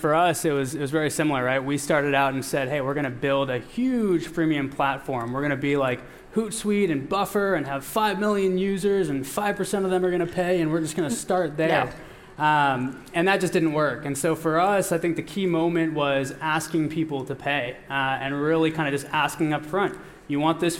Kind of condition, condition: setting, busy venue